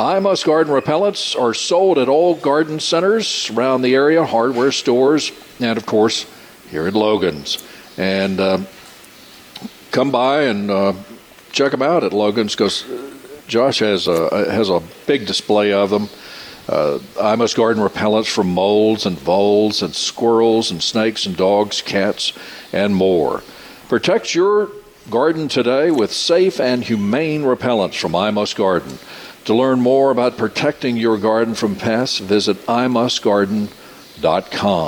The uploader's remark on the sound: Broadcasting live from Logan's Trading Company.